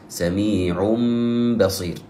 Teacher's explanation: فإننا نقلب هذا التنوين إلى ميم ونعطيه قدره من الغنة حركتين ثم حرف الباء · Term: الإقلاب